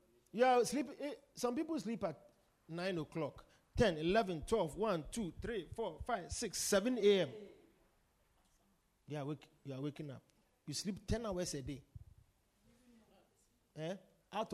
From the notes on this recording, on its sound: Preached at the Supernatural Encounter Service - The Poimen Church- HQ